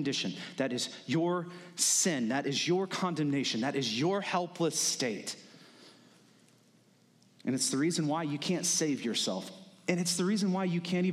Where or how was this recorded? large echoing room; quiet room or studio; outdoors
large echoing room